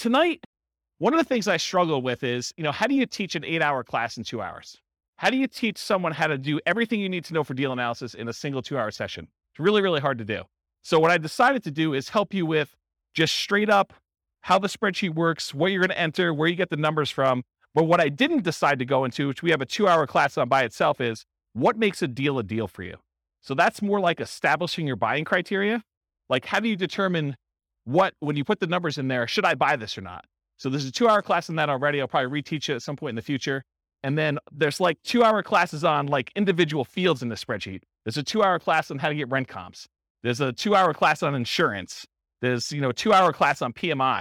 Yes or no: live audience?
yes